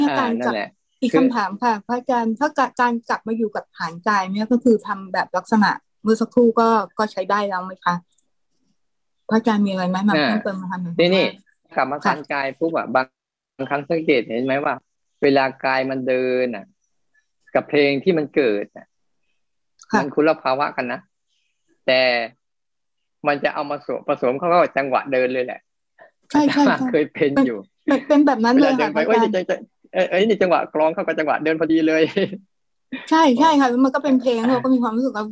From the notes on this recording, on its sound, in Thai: คอร์สออนไลน์ (ผ่านโปรแกรม Zoom)